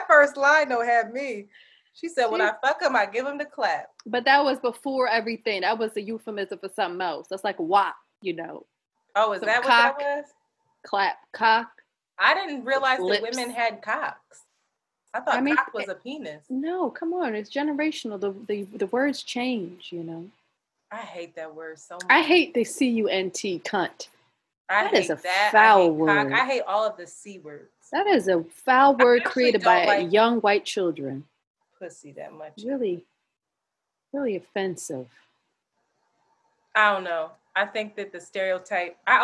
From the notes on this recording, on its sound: The audio quality is not the greatest because we had to use a zoom meeting to record.